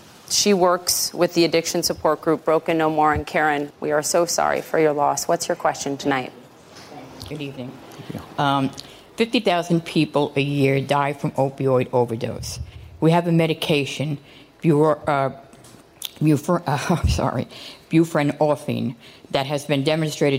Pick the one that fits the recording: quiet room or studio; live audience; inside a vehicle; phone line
live audience